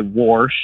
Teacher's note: I hear a lot of old folks say warsh and things like warder, and so I hear that extra R get added occasionally